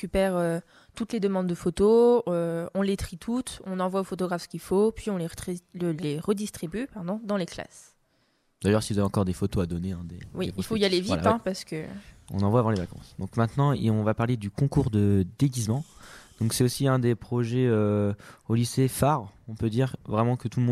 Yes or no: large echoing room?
no